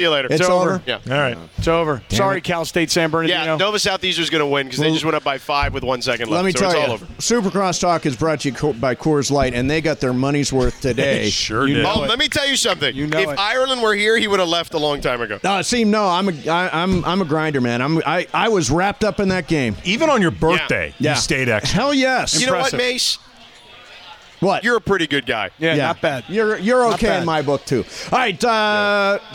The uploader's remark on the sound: We are LIVE from Yaamava Resort & Casino